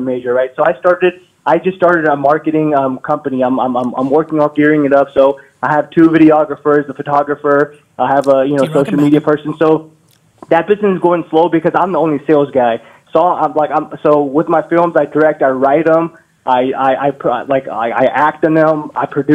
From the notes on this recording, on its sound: it's a phone call